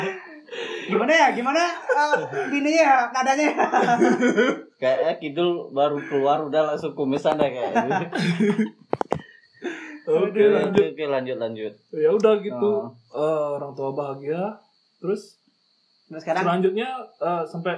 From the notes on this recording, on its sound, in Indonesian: Mohon maaf atas kualitas audio kami yang ngawur, namanya juga perdana.